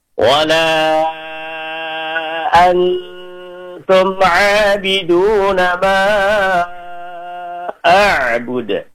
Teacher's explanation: Antum nun mati ketemu ta, dibaca ikhfa, didengungkan.